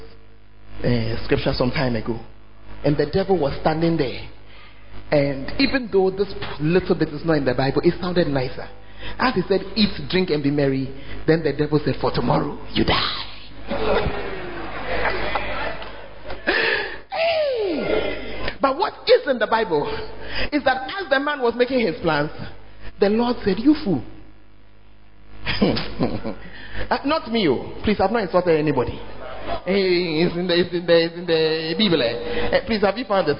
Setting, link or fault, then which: setting, large echoing room